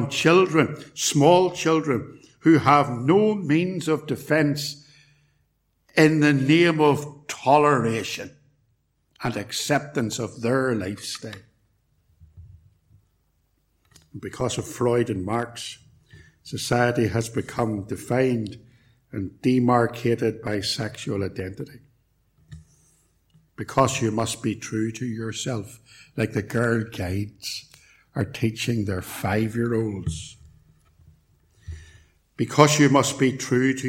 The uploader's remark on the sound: Recorded at Templepatrick Reformed Church